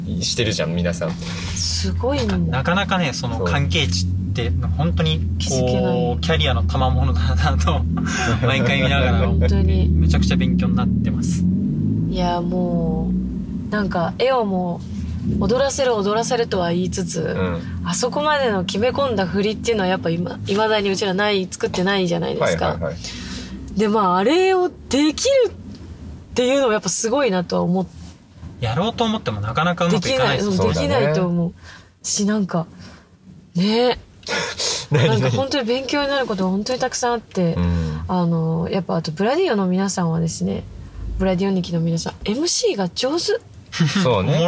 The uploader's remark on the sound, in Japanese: 興奮冷めやらぬ帰りの車内にて収録した